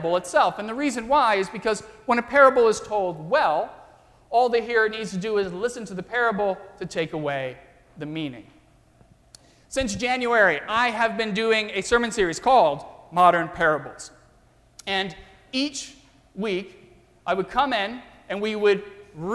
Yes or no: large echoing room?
yes